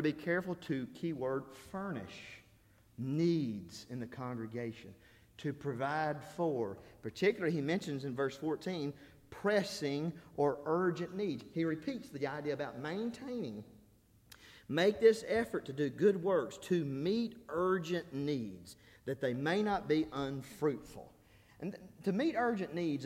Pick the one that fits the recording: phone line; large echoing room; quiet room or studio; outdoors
large echoing room